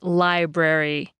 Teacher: In English, we say library, stretching out the I sound and saying it more clearly than the brary part